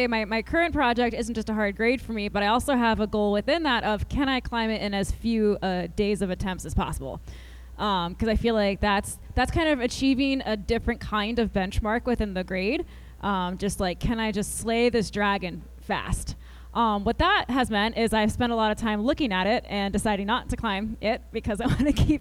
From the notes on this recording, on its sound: Live at Rocktoberfest! Before a psyched audience at Rocktoberfest.